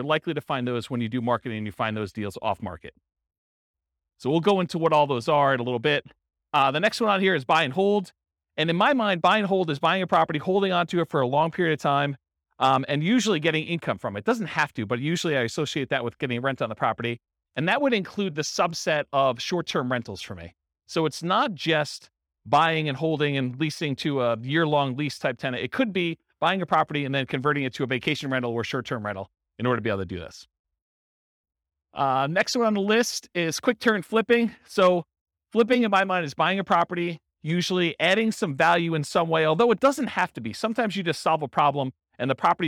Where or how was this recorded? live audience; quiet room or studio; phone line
live audience